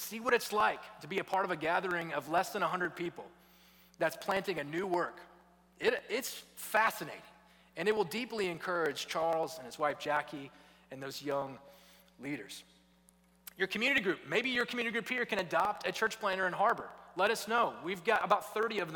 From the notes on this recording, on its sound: was preached at Redeemer Church on November 13, 2022